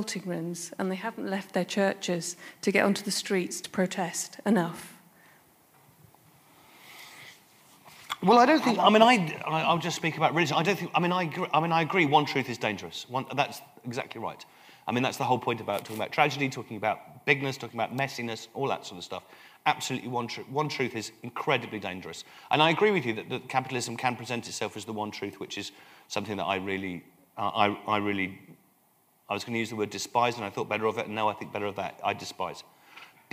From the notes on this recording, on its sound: Recorded on Monday 14 October, 2013 at Kings Place, 90 York Way, London N1 9AG.